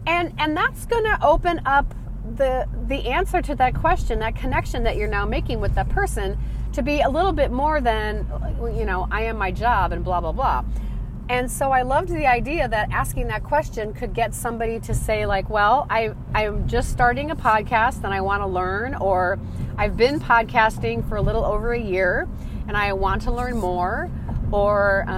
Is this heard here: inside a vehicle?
yes